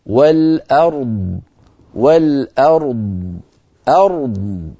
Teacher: الضاد مستعلية مطبقة مفخمة مستطيلة وساكنة وفيها جريان للصوت يعني رخوة، فلا بد أن نعطيها كل الصفات في آن واحد، ولا نجعل صوت الراء يدخل في الضاد أو الضاد يدخل في الراء، لا بد من تمييز الصوتين عن بعضهما هكذا. · فنعطي الراء حقها من التفخيم والبينية، والضاد حقها من التفخيم والرخاوة والاستطالة والاستعلاء والإطباق